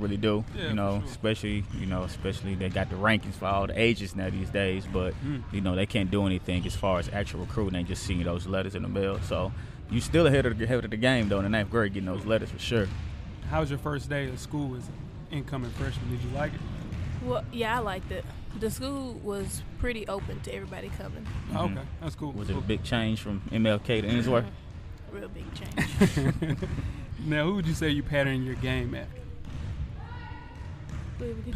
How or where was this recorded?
busy venue